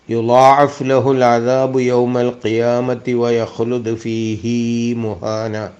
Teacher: ഫീഹി മുഹാന എന്നിടത്ത് ഫീഹി എന്ന് നീട്ടുന്നത് അത് ഖിറാഅത്തിൽ അസാധാരണമായി വന്നതാണ് എന്ന് പ്രത്യേകം പഠിപ്പിക്കപ്പെട്ടിട്ടുണ്ട് യുലാഫ് ലഹുൽ അദാബു യൗമൽ ഖിയാമത്തി വയഹ്ലുദ് ഫീഹി മുഹാന